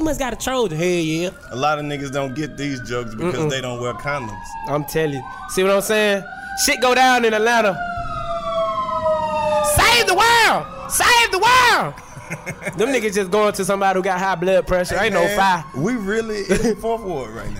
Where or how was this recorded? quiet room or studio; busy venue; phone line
busy venue